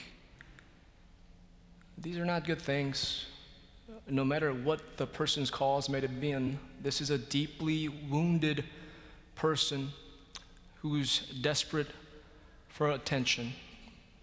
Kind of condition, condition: setting, large echoing room